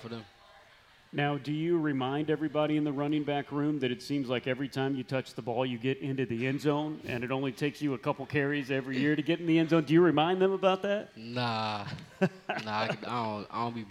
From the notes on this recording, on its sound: Live from the County Seat in Downtown Lillington, it's Camel Call Live.